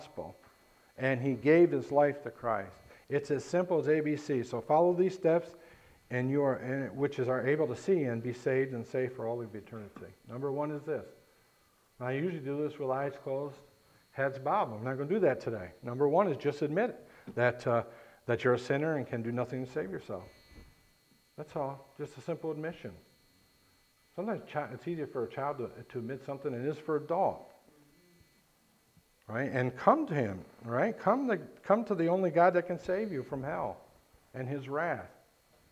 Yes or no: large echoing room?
yes